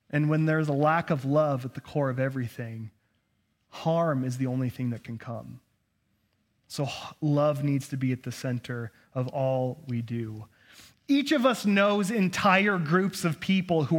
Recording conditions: large echoing room